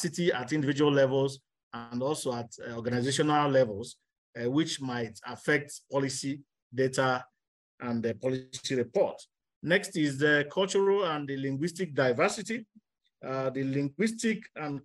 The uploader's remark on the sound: This episode features recordings from the webinar themed, 'Using African Policy Data to monitor trends in Public Policy'.